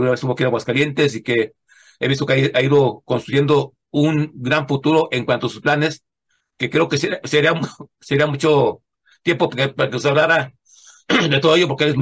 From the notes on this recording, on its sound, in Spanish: Charlamos via zoom